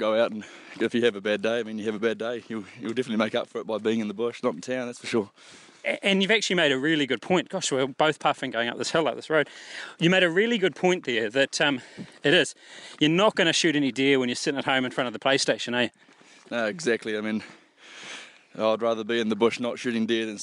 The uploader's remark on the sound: Recorded from the Kaimanawas